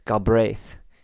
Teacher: The emphasis on the second syllable.